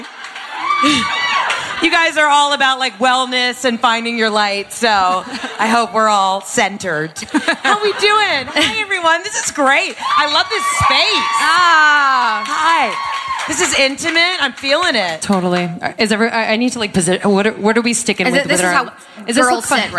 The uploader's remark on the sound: Live Show. Bringing it to you LIVE from our event in New York at Chelsea Music Hall.